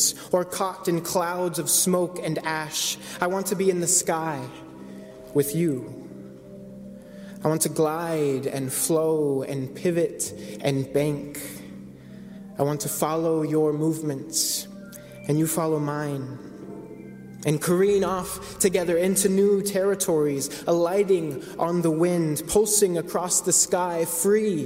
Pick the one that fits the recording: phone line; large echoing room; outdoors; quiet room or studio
large echoing room